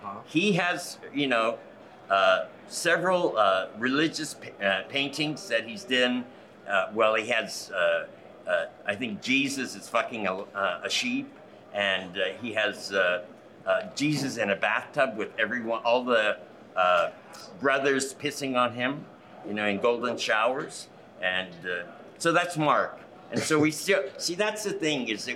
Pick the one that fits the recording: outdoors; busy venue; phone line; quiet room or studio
busy venue